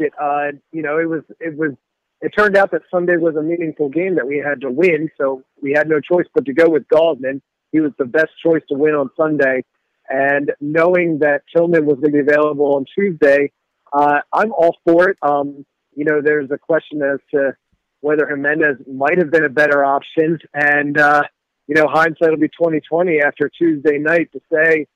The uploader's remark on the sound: take to the phone